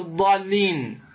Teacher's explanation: مد، ككلمة الضالين، هذه الألف الألف المادية بعدها اللام، اللام هذه مشددة وهي عبارة عن حرف ساكن وحرف متحرك، فجاء حرف ساكن وقبله حرف مد، وهذا السكون أصليا ليس لأجل الوقف، ليس عارضا، بل هو أصلي ماذا في الكلمة، سواء وقفت عليها أو لم تقف يبقى هنا ماذا السكون. · Term: اللازم